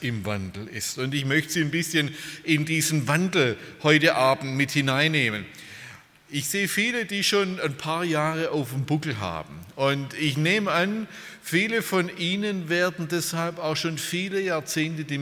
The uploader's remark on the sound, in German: beim Freundestreffen der Liebenzeller Mission